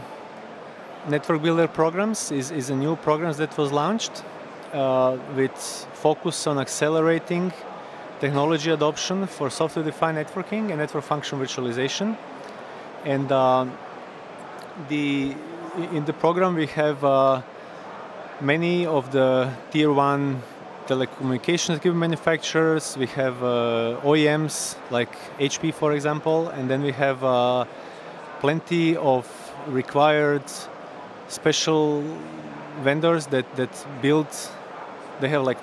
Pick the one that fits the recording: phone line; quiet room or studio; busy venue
busy venue